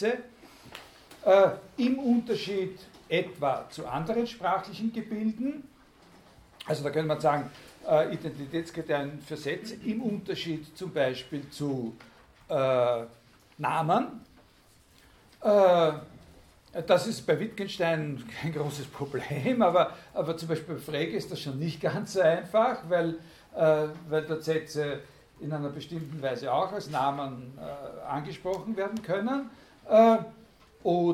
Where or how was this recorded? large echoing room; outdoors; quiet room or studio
large echoing room